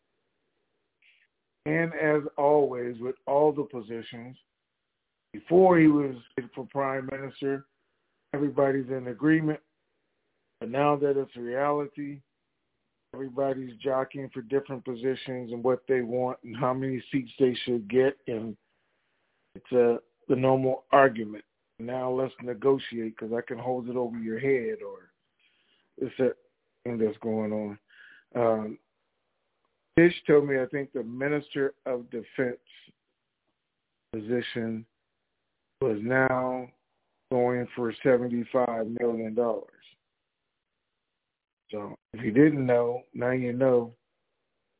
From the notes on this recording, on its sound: TNTSuperfantastic Conference Call